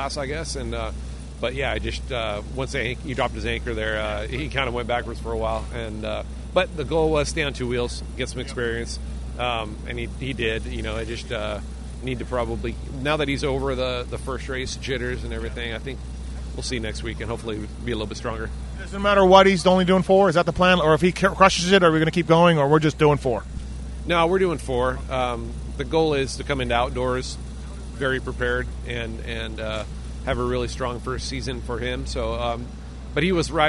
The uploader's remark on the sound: 2023 Houston SX Post-Race Interviews